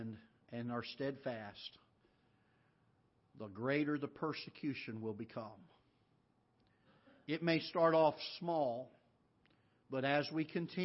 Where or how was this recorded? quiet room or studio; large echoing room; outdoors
large echoing room